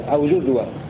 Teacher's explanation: قرأ حمزة بضم الجيم